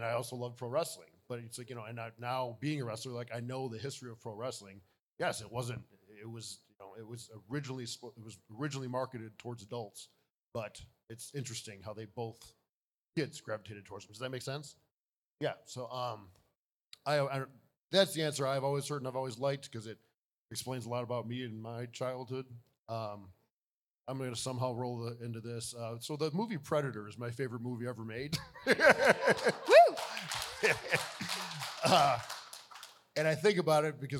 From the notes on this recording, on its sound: Live (ish) from Joe Bob's Jamboree. Live in front of a studio audience. This took place on the 2nd day of Joe Bob’s Jamboree in Memphis.